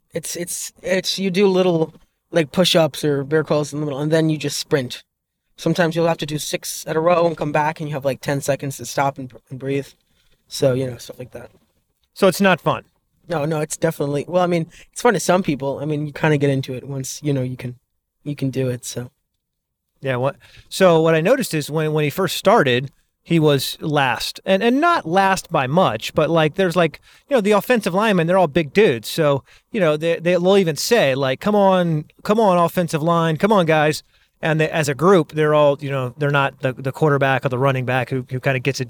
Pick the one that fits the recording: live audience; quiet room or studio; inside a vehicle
inside a vehicle